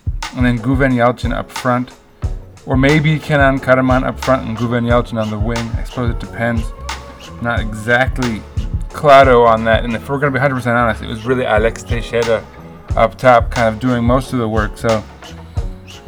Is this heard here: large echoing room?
no